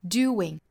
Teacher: I could keep.可以说这三个词是相对弱读的。后面的 doing 是这小半句的一个调和的位置，也就是它是要做重读。Doing.重的音节呢，当然是在 do 上面，后面的 wing 也是要语调下来的。